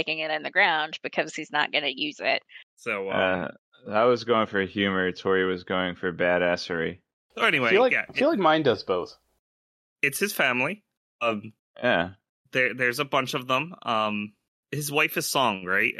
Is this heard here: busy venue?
no